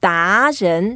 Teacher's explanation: 达 is the second tone, so we make sure we move up